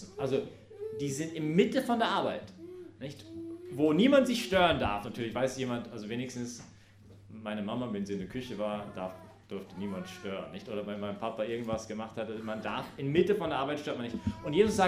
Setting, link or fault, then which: setting, large echoing room